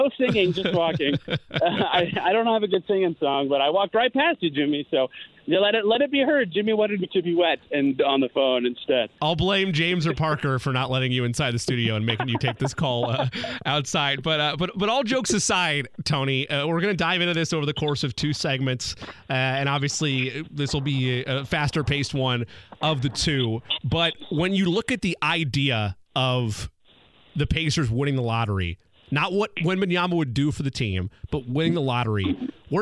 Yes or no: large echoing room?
no